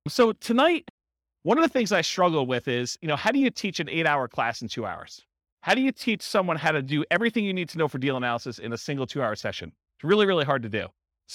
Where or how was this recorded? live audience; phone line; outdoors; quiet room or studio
live audience